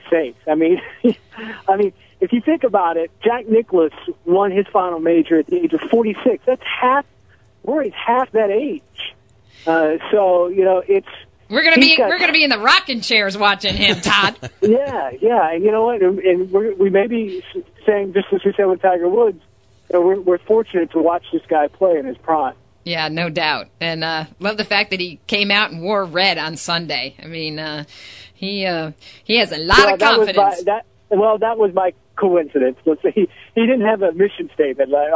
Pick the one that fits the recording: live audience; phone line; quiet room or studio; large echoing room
phone line